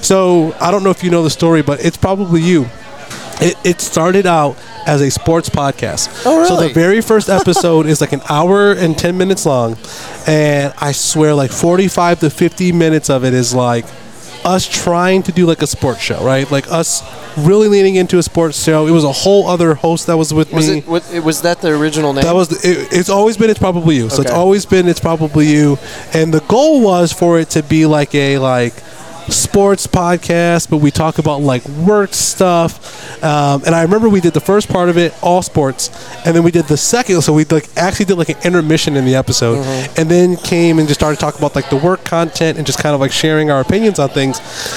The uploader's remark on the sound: Recording from the first Fort Worth Roots Podcast Mixer at Pouring Glory. Thank you all for coming out and recording with us!!!!!!!